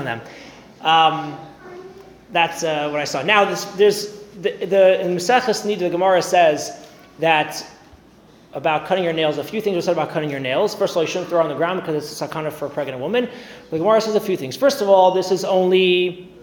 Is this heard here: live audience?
yes